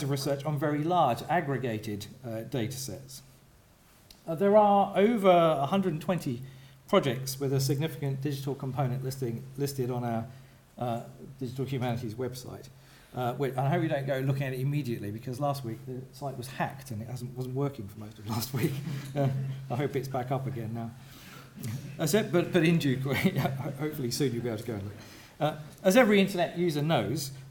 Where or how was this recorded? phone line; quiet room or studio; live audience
live audience